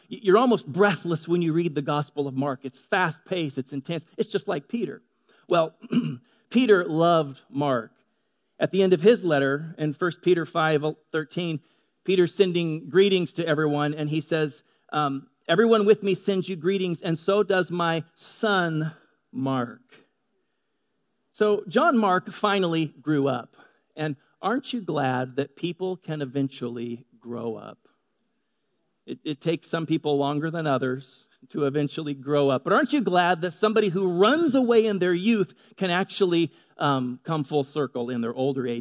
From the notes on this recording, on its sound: Delivered on 25 March 2018 at Grace Church of La Verne. At Grace Church of La Verne.